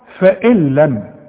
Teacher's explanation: العلماء بيسموها إيه بقى؟ إدغام كامل بدون غنة